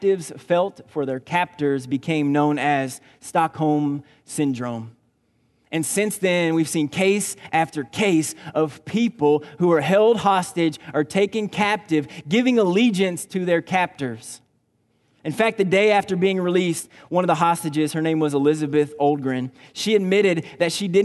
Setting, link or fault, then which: setting, large echoing room